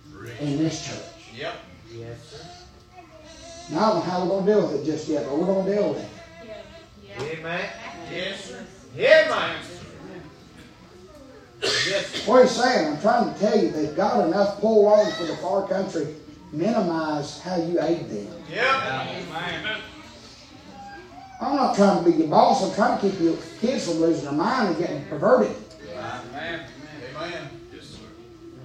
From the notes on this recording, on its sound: preaching live from Still Water Baptist Church